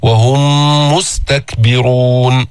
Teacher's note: ميم ساكنة بعدها ميم متحركة مضمومة، وهم مستكبرون، نأتي بالإدغام مع الغنة من منتهى الأنف بمقدار حركتين فيها تشديد